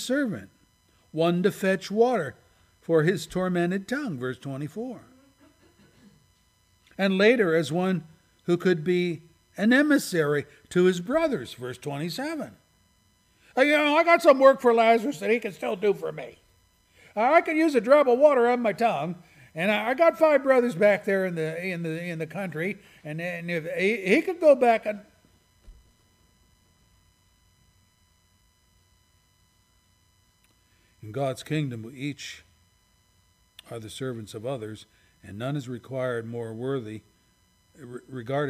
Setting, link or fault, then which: setting, large echoing room